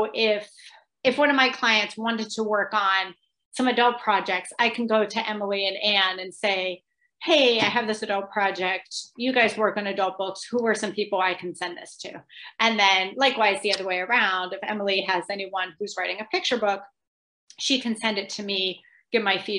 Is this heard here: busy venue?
no